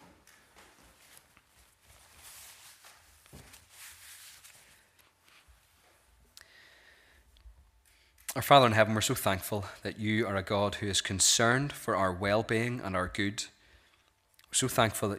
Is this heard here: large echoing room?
yes